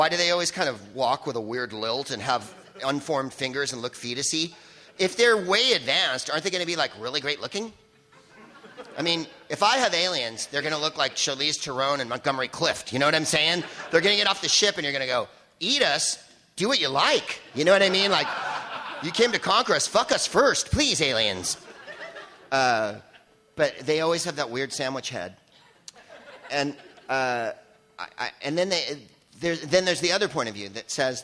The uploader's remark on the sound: Live from the LA Podcast Festival